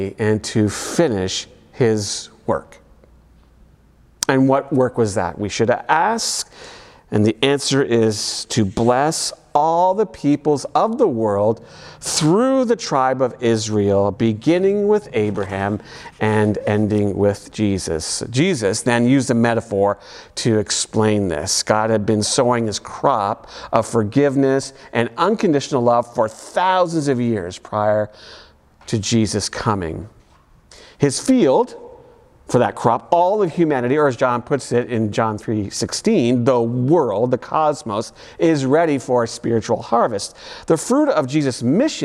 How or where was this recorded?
large echoing room